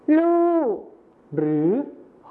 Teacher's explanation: นี่ก็จะเป็นการเปลี่ยนเสียงพยัญชนะต้นเดียวนะครับก็คือรอเรือในภาษาไทยมาตรฐานนะครับไปเป็นพยัญชนะต้นเดียวในภาษาถิ่นอีสานก็คือลอลิงกับฮอนกฮูกนั่นเองครับ